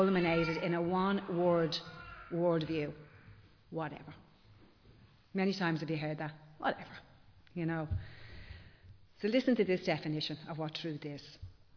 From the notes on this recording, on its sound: Recorded live in Liberty Church on 12 March 2023